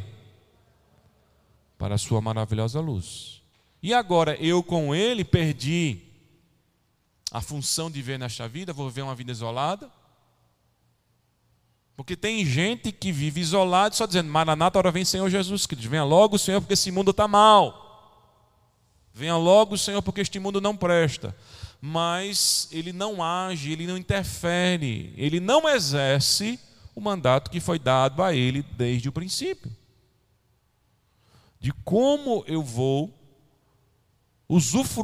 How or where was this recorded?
large echoing room